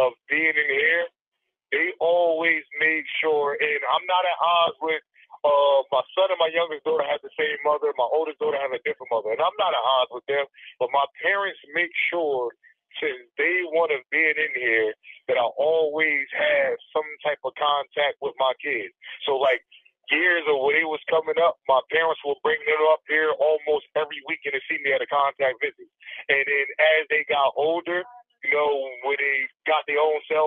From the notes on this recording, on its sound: He joins us via phone from inside New Jersey State, Maximum Security Prison in Trenton, N.J.